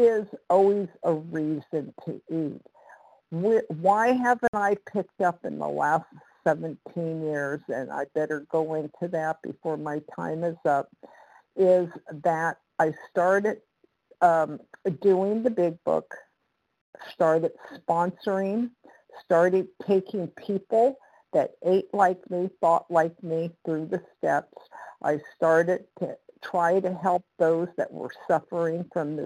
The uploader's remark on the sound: 100 Pounders Phone Meeting